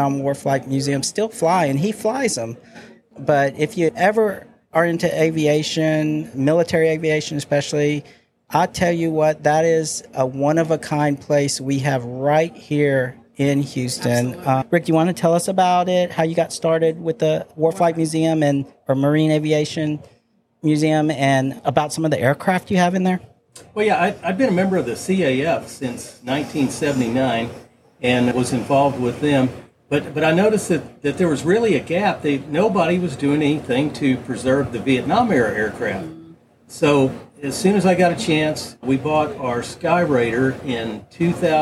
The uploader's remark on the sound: We take the Creatives Podcast on the road as we broadcast live aboard the USCG Cutter Morris in Galveston while HCC Volunteers help with the cleaning and restoration of this historic ship.